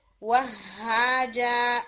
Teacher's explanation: جو ہا ہے یہ تھوڑا واہ کی طرف چلا گیا، تو میک شور کہ وہاجا ہا کو تھوڑا اور باٹم سے نکالیں